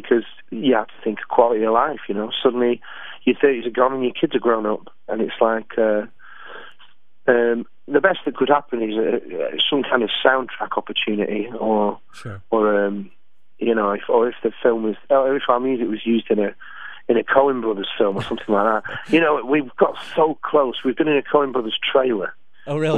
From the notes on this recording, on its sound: On the Phone.